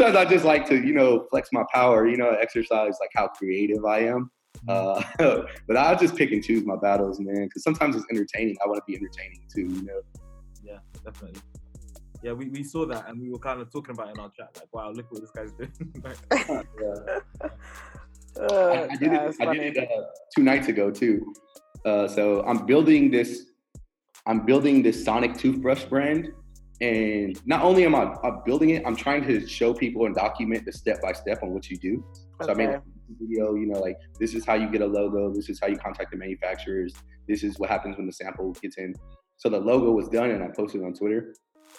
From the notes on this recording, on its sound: We apologise for the drop-off in the sound quality, we had to use Zoom to do this interview.